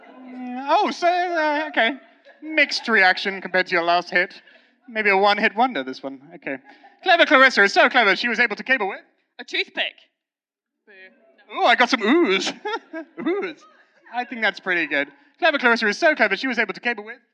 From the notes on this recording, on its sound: Recorded live at Pomfest, it's an extra special Pomcast! It's like you were in the audience too!